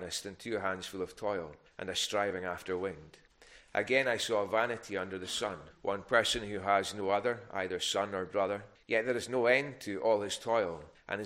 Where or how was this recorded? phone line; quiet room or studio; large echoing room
large echoing room